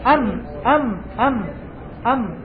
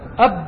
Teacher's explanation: الميم أم أم أم أم، لكن الباء أب، فالباء أقرب إلى الخارج. ولهذا يقولون الميم من طراوة الشفتين، يعني الجزء الطري الذي في الداخل، والباء من جفاف الشفتين، الجزء الذي في الخارج. وقالوا هذا متناسب مع حلو الأم ورقتها أن تكون من طراوة الشفتين.